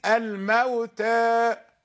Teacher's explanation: لكني عللت لك لماذا قرأت هكذا، لأننا عندما نقرأ بالفتح نفتح الفم بصوت الحرف، نقول الموتى، فإذا قرأنا بالتقليل الموتى قل فتح الفم، فإذا قرأنا بالإمالة الموتى، هكذا.